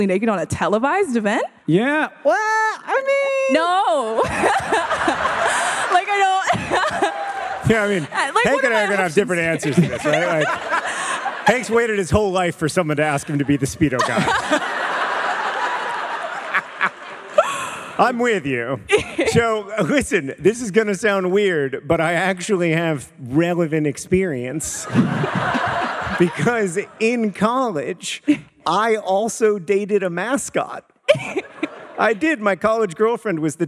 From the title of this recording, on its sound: Live from Madison, WI!